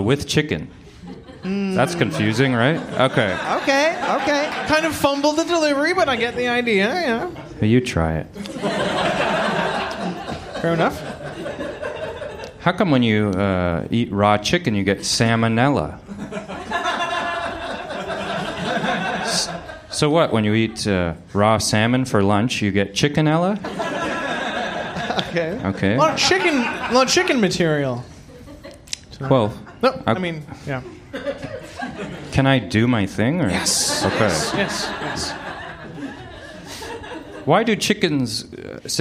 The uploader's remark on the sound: recorded live on April 17, 2019 at The Ossington in Toronto, Canada!